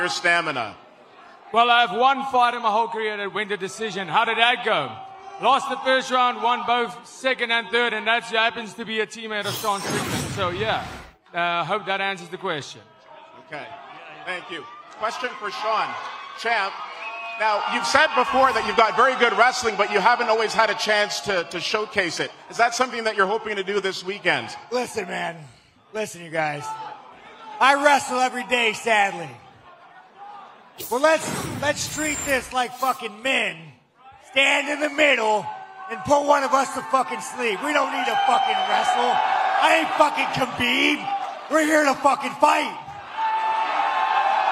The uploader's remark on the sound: Pre-Fight Press Conference (AMP'd).